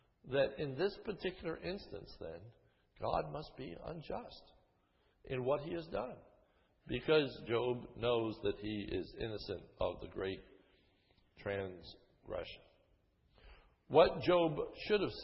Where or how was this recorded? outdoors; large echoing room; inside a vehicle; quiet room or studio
large echoing room